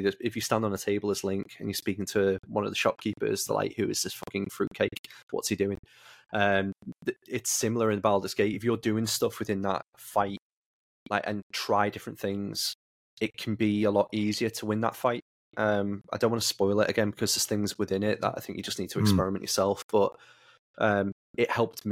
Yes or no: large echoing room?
no